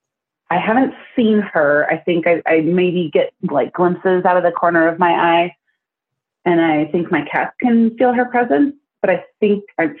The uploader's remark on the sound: Listener Phone Call